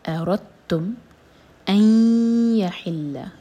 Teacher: ادغام غنہ کے ساتھ، تو میک شیور کہ ناک میں آواز جائے اور دو سیکنڈس کا ٹائم دیں، اور ہا حلق سے ان یحل علیکم لیمۃ دلین، غضب من غین ہیوی ضاد ہیوی، غض ضاد کے لیے زبان کی سائڈ یوز کریں گے، اور باقی تنوین کے بعد ہے میم، تو ادغام غنہ کے ساتھ.